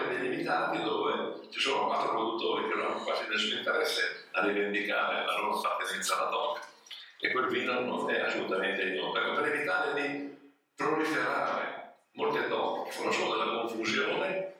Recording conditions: poor sound quality